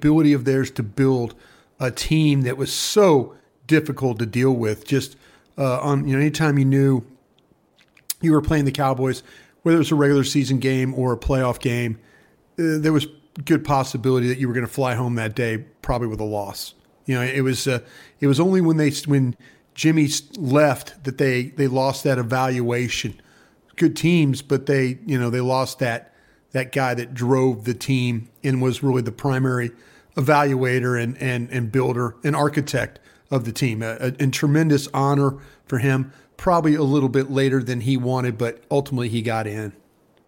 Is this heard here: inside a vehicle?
no